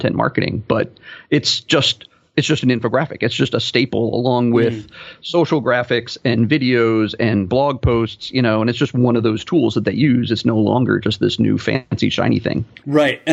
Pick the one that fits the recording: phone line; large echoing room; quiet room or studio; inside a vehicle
quiet room or studio